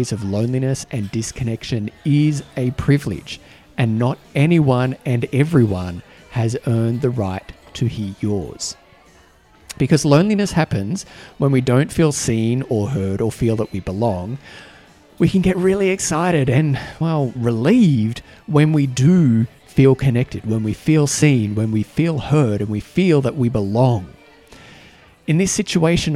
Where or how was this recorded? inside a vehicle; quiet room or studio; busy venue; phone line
busy venue